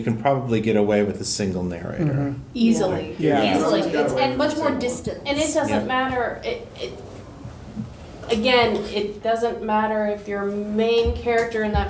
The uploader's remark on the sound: In this panel from Balticon 51